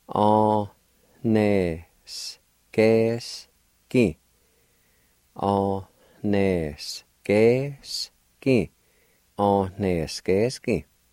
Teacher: Right after the A, a faint H sound. Or you might want to think of it like this. The N sound is nasalized.